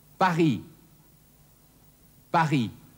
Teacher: Und drittens, das stumme S, zum Beispiel im Falle der Stadt Paris.